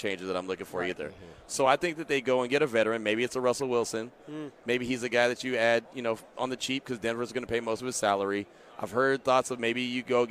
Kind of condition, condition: setting, busy venue